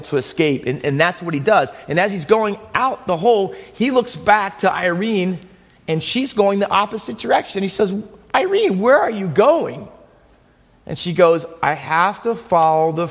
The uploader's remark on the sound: Faith Baptist Church in Hamilton, NJ.